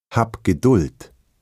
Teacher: Am Wortende spricht man das B härter aus. Dann klingt es fast wie ein P. Zum Beispiel: Hab Geduld.